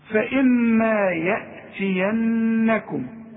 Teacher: الميم اللي عليها الشدة لازم تغن